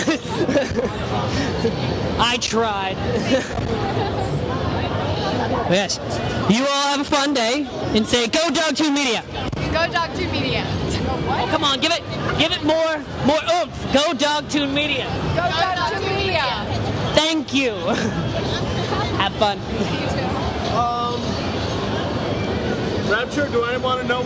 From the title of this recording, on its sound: Geek Media Live Connecticon 2012